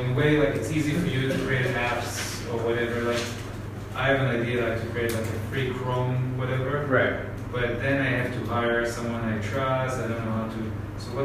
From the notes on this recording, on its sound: Live Workshop Inside The Entrepreneur House. This is an actual recording of a workshop at The Entrepreneur House ~ Chiang Mai.